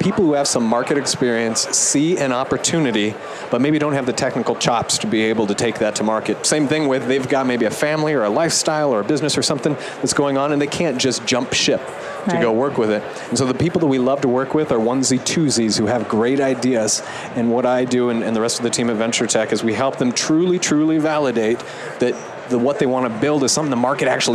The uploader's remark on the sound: LIVE from Las Vegas, at #HRTechConf.